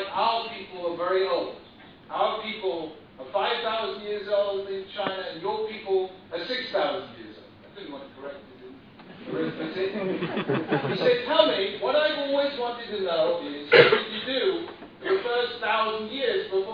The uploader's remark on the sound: Here is a recording of a shiur delivered. At the Bet Knesset Feigenson in Beit Shemesh, Israel.